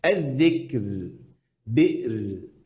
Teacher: كل الراءات دي راءات مرققه